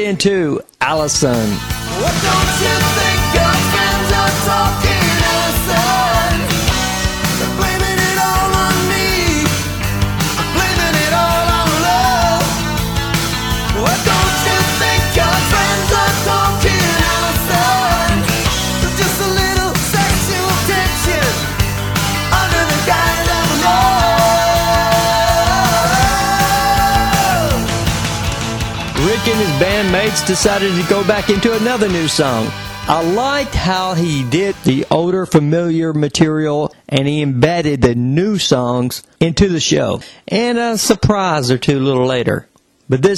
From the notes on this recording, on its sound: Nashville, TN – Wildhorse Saloon. Podcast recorded from the Wildhorse Saloon in Nashville, TN.